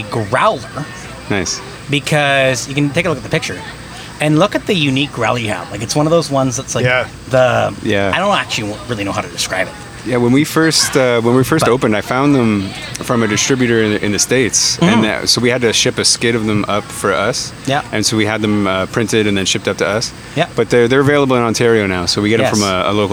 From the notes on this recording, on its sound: We hope you enjoy the environment as live music plays in the background throughout the podcast.